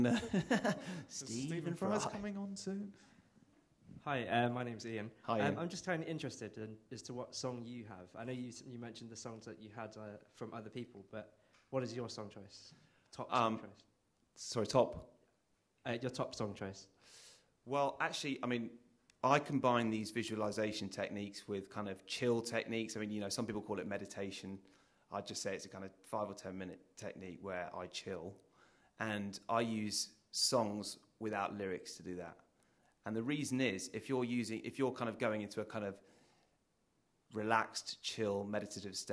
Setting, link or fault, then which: setting, live audience